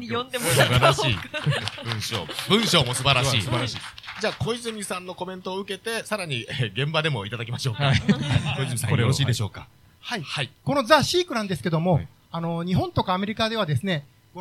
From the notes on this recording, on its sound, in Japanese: 公開収録 怪奇派プロレスラー総選挙 結果発表inネイキッドロフト後編。